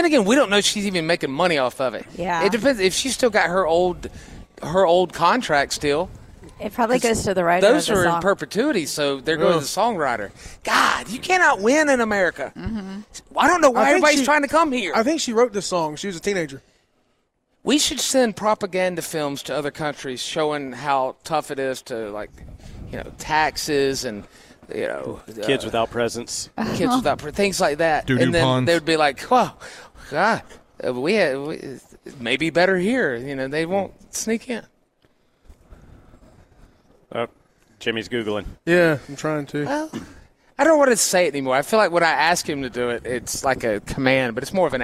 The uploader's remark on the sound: WE ARE LIVE IN HOUR THREE FROM THE LEO SANTA TOY DRIVE AT BON SECOURS WELLNESS ARENA